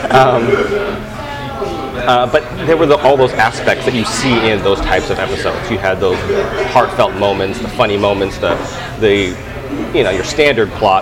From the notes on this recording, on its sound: This episode was recorded live